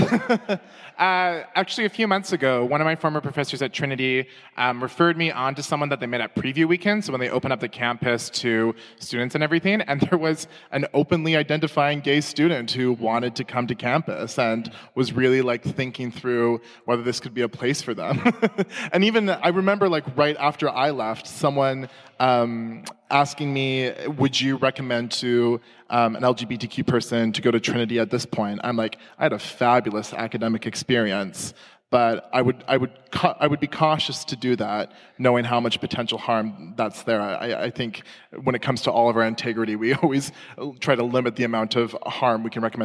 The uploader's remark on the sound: In front of a live audience. This episode was recorded during SpiritPride 2019 at Christ Church Cathedral in downtown Vancouver, BC.